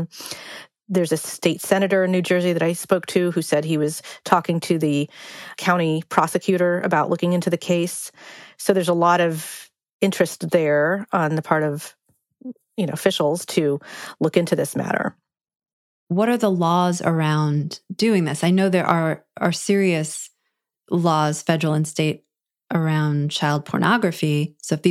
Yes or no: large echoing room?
no